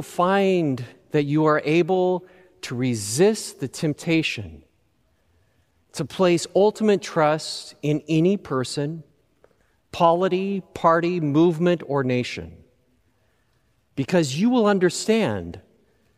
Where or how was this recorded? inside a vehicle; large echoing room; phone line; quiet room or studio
large echoing room